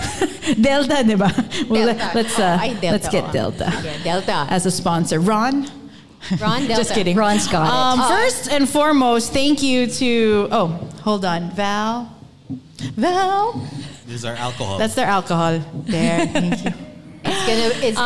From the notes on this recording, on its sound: We were thrilled to host new and familiar faces to our first ever live show.